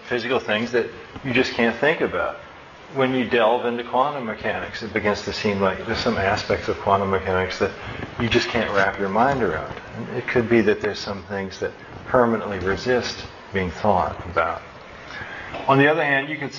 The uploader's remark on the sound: My final lecture in my Philosophy and Computers class at SJSU in Fall, 2005.